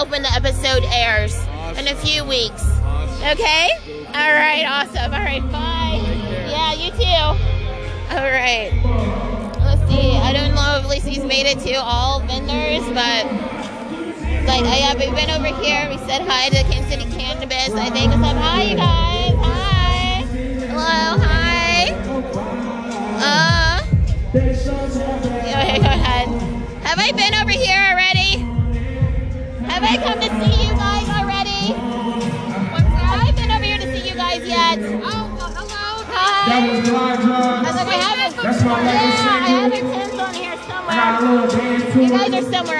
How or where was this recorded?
busy venue